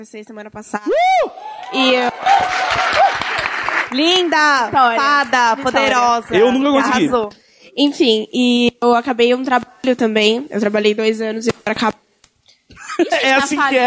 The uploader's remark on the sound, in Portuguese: Ao Vivo do CCBB SP. Num ao vivo que sintetiza a energia de todos esses podcasts.